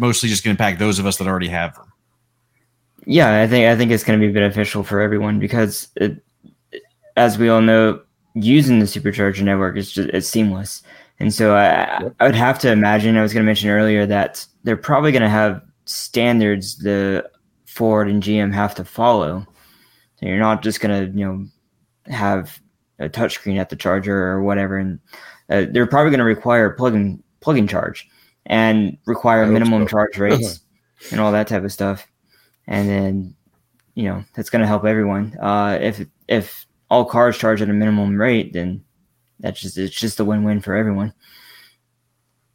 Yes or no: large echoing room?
no